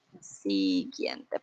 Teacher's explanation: Combinación G-U-I. No se pronuncia la U, recuerden.